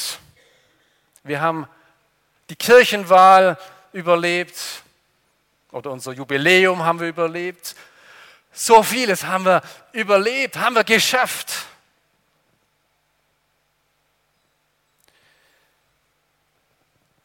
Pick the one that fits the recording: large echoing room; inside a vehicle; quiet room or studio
large echoing room